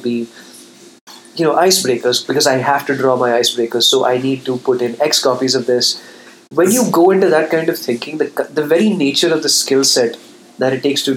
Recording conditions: background noise